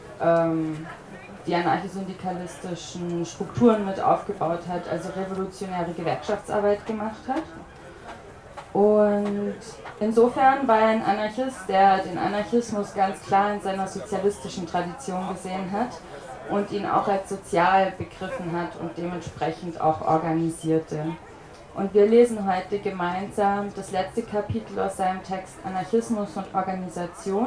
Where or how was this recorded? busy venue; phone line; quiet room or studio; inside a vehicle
busy venue